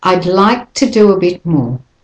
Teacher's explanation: here you have to say the D very lightly because you've got to get from a D to an L. Although D and L are produced with the tip of your tongue in a similar spot up behind your front top teeth.